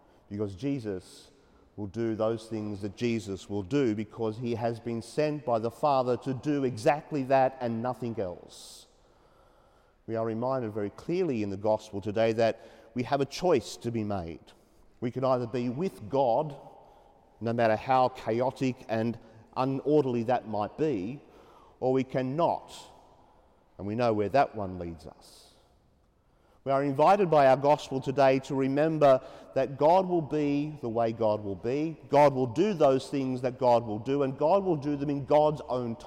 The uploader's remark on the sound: as preached during the 5pm Mass at Sacred Heart Cathedral, Hamilton